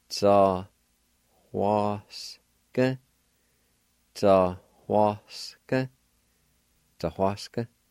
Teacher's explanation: right after the T-S-A and before the W, there's a faint H sound like this